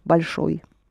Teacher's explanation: This is the masculine ending of an adjective. And if it is ой, it's always accented, like in большой